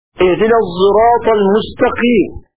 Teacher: وقرأ خلف كلمة الصراط حيث كانت معرفة أو نكرة بإشمام الصاد زايا